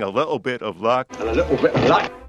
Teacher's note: glottal stop traditionally is associated with like a Dick Van Dyke Cockney sort of thing